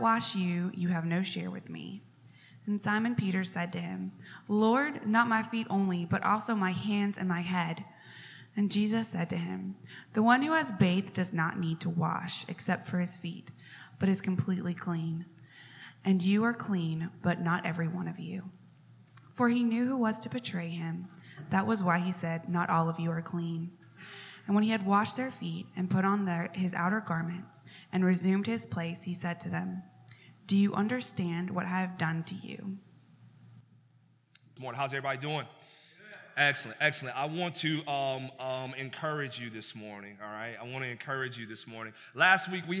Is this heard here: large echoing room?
yes